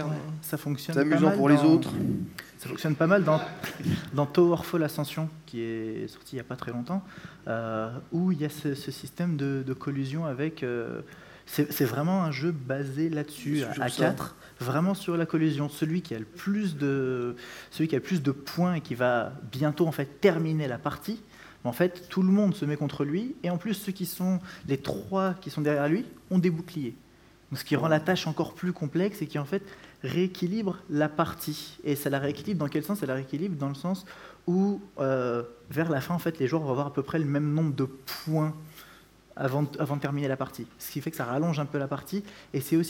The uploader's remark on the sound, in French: Cycle de conférence enregistré du 2 au 4 mai 2014 lors du Stunfest